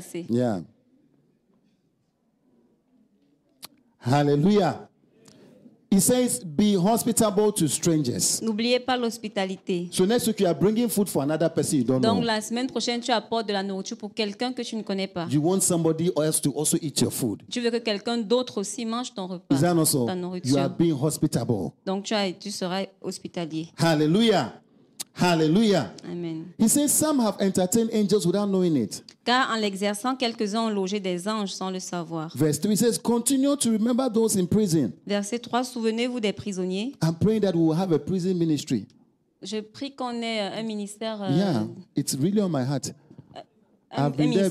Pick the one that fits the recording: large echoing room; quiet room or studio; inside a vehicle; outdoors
large echoing room